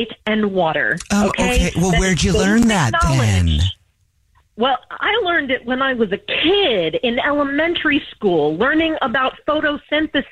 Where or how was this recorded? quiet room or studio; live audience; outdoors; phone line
phone line